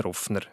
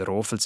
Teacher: Schwer zu erklären ist aber das kurze U in Ruffner, weil Rofels ja ein langes O hat.